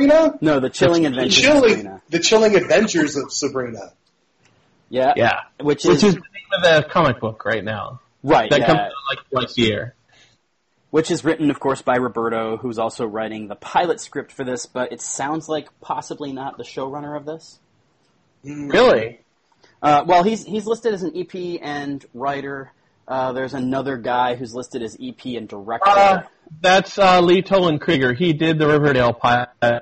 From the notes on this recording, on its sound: This episode is also SUPER ROUGH. The plan is to clean up the audio quality significantly, but right now we are busy with our day jobs and wanted to get this out while the Sabrina news is still fresh.